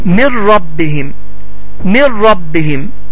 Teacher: İdğam bilə gunnə hərflərdəndir. Bu zaman n səsi oxunmayaraq ra səsinə idğam olunacaq və ra səsi iki dəfə şəddələnərək gunnəsiz oxunacaq